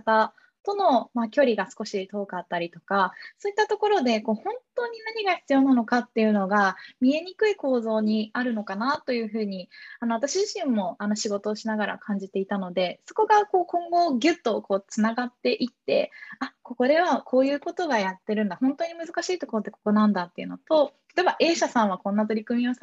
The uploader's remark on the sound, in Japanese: 〇方 法：ウェビナー（Zoomでのオンライン配信）